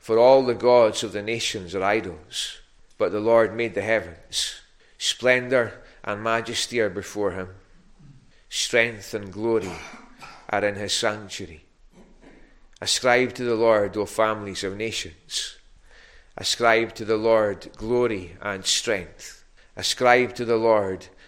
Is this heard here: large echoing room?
yes